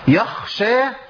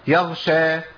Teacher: في حال نطق الخاء ما وصلهاش للغين · Shown in: first take